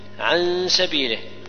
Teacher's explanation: خطأ ليس بموضع تغليل هنا. عن سبيله يخفى معه مع غنى النون ساكنة إذا جاء بعدها السين تخفى